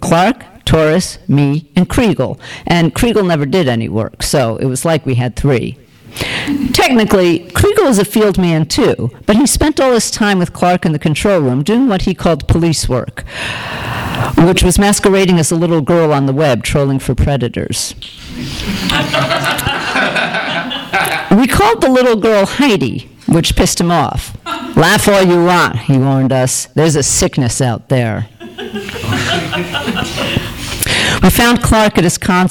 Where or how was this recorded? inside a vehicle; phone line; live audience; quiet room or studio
live audience